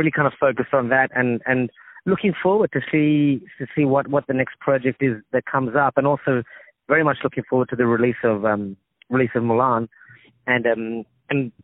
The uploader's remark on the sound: On the phone